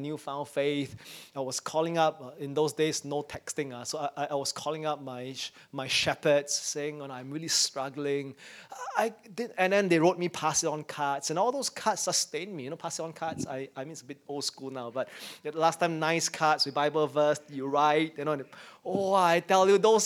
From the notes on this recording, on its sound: In our first service back at church. As we start returning to in-person services as a church family.